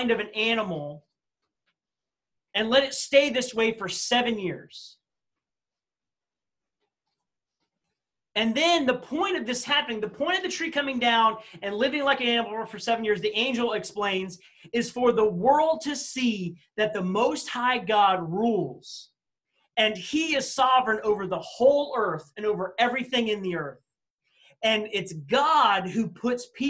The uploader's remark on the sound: This message was presented on Wednesday August 12, 2020 during our Zoom Student meeting for Baymeadows Baptist Church.